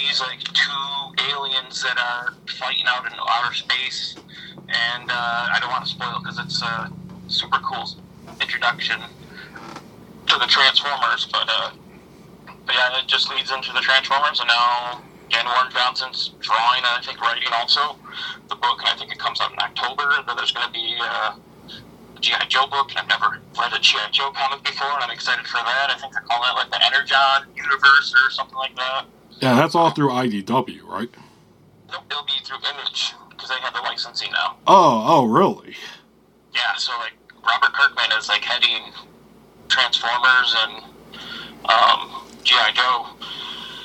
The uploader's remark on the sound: Recorded at via phone in Grand Rapids, Michigan, and Traverse City, Michigan, on Wednesday, July 12, 2023.